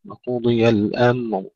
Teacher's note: وقضي الأمر، وقضي ننتبه إلى تفخيم الضاد وكسرها للأمر، وقضي نكسر الضاد ونفخمها جيدا، والأمر الاسم عندما نقف عليها ننتبه إلى إظهار الميم وسكونها وإظهار الراء، وقضي الأمر.